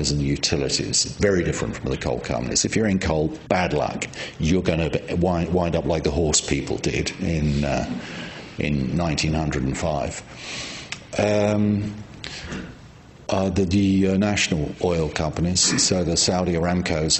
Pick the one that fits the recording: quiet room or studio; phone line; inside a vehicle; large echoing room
large echoing room